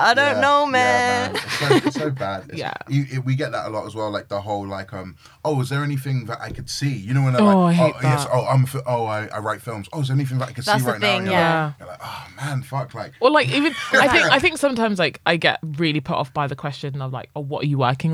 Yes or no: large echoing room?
no